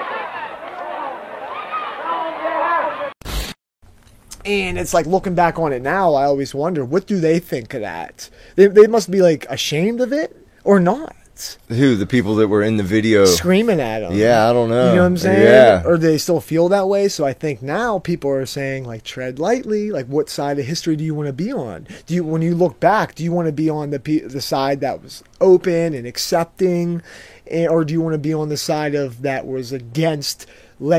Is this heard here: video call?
no